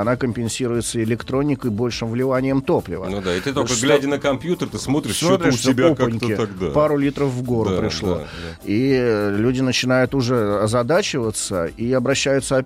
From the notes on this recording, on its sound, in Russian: С нами по телефону поделился.